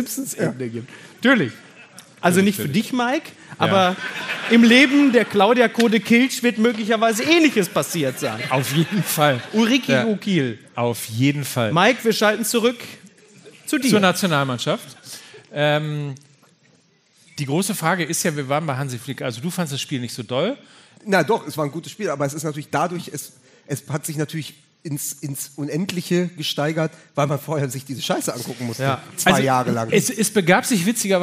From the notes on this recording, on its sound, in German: LIVE AUS DÜSSELDORF. Unser Live-Auftritt vom 16. Aus dem Savoy-Theater in Düsseldorf.